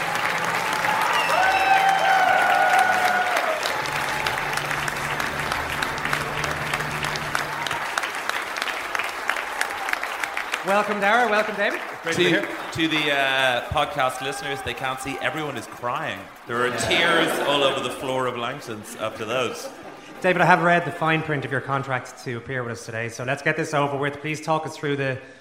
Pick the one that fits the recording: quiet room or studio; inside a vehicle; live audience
live audience